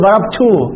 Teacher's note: الضمة تشبع تشبع حتى تصير واو · Term: الإشباع